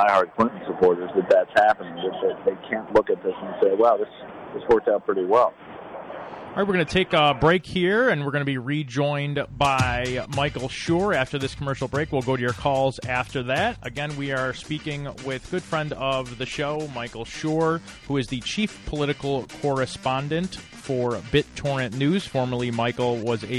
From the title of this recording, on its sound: Live from DNC In Philadelphia